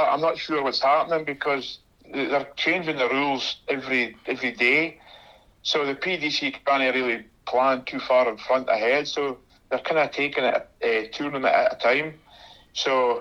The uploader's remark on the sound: gave him a call this morning and recorded a podcast via the GIGPOD Dictaphone!